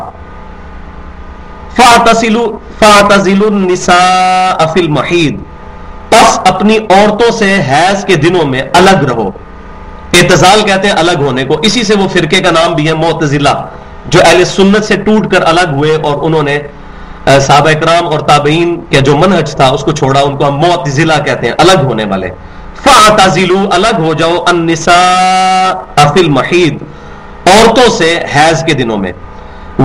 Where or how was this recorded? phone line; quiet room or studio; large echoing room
large echoing room